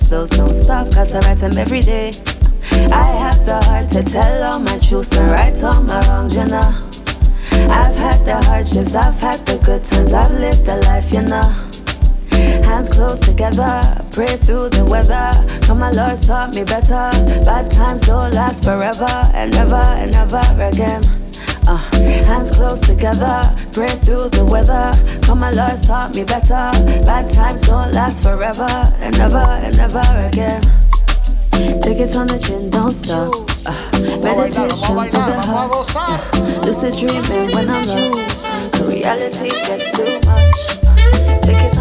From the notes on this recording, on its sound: Live-recording on 24 June 2022 at Operator Radio.